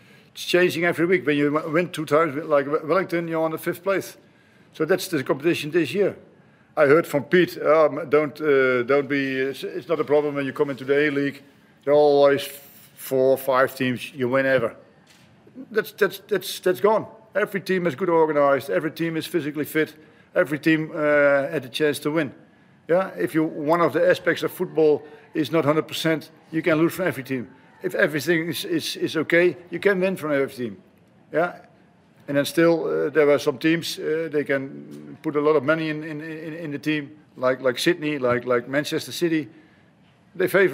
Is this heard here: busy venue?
yes